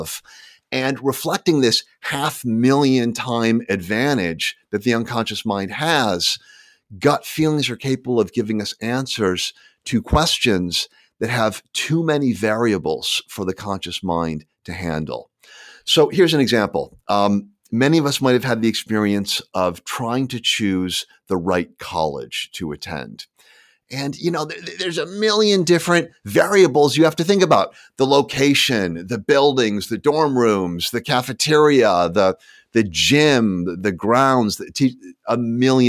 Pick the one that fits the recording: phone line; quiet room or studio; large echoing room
quiet room or studio